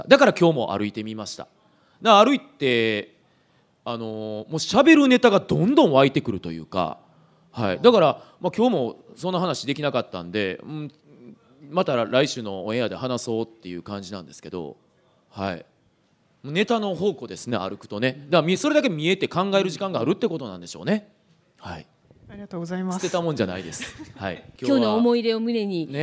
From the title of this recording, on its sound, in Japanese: 公開収録